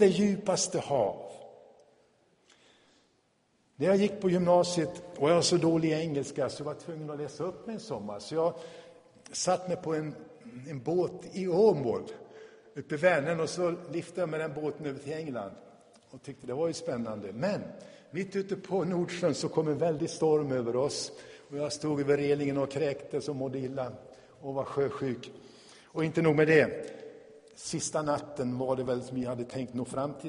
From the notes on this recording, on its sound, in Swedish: Inspelad i Tabernaklet i Göteborg 2017-05-21.